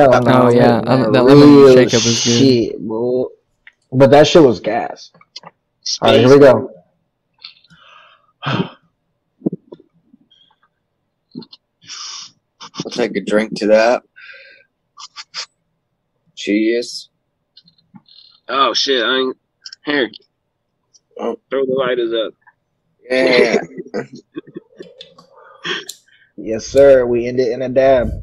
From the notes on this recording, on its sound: We decided to get together for quick zoom call. This is our first ever full zoom podcast between all hosts.